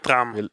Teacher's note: Genau, also wir substituieren das U durch nix. Und haben statt Traum Tram. Oder wir lassen das U einfach weg.